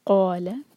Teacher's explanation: قال دو سلبل والا ورڈ قاف پر زور